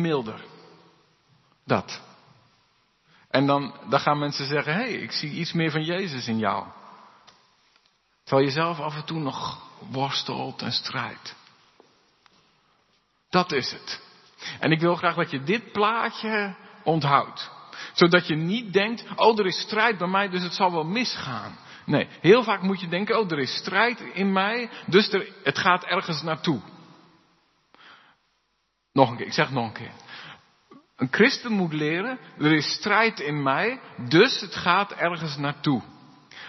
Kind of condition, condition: setting, large echoing room